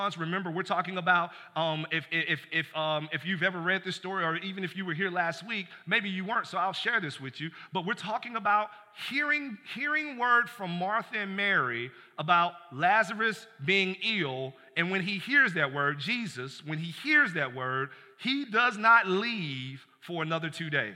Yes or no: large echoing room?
yes